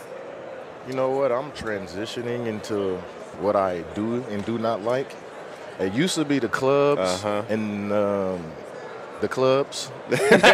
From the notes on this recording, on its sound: LIVE from Super Bowl Radio Row